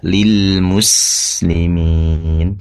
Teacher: pastikan sinnya dialirkan, ditambahkan lagi aliran nafas atau udara